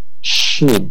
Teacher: Huruf syin adalah huruf tengah lidah.